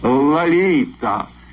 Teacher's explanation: Первый слог имени звучит скорее как «а», чем «о», а остальное похоже на испанский.